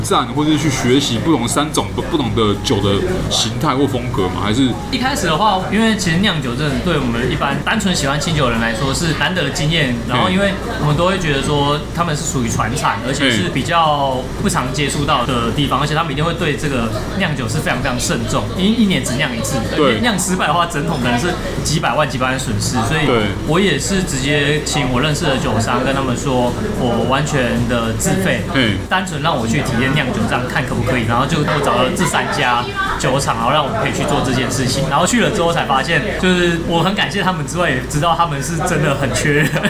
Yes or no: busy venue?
yes